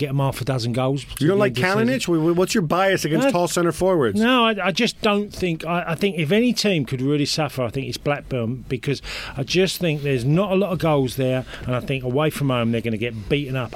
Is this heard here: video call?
no